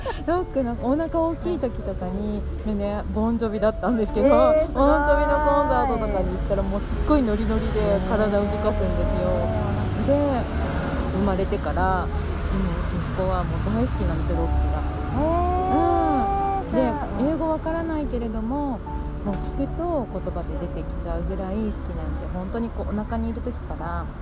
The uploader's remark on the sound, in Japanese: 国立駅の緑豊かな環境の木陰の下、配信を試みました。交通の雑音がバックにちょっと多めですが。